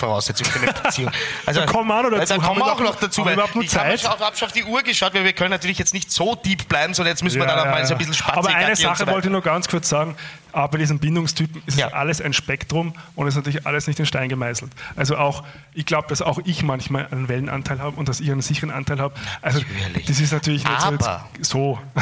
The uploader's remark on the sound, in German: Unsere erste Live Show im Rahmen des FM4 Podcast Festival im Dezember 2022. Aufnahme Österreichischer Rundfunk, radio FM4, 2022.